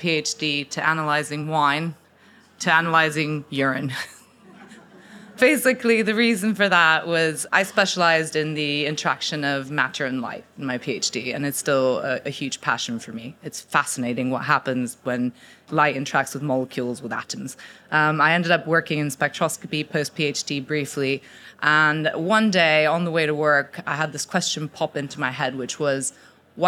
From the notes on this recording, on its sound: Audience Q&A